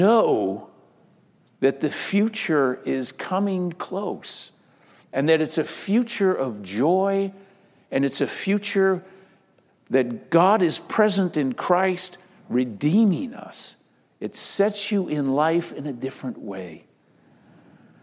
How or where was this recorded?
large echoing room